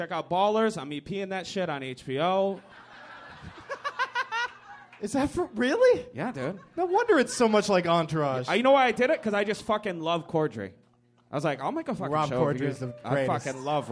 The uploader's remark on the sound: Live from The American Comedy Company in San Diego